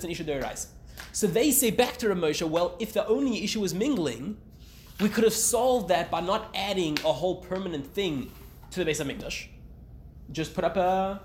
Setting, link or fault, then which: setting, live audience